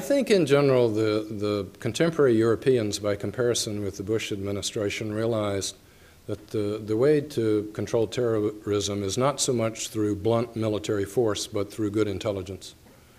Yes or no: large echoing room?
yes